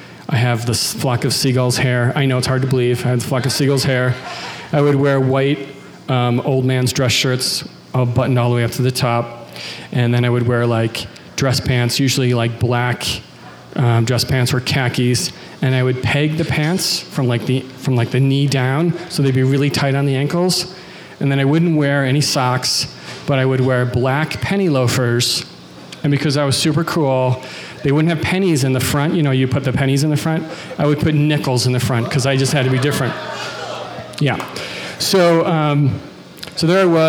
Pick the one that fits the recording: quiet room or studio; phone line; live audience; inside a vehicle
live audience